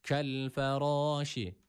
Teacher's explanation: F harfi üstün, ardından gelen ra harfi kalın okunması gerekiyor. A sesini veriyoruz, bir elif miktarı uzatıyoruz, fazlasını uzatmıyoruz.